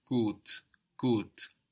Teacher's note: The word for good is gut, GUT. And that U gives us a long O sound, like in food.